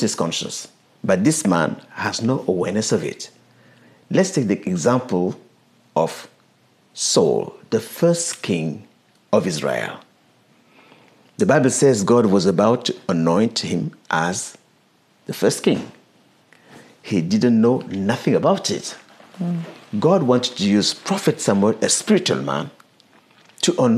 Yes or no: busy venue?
no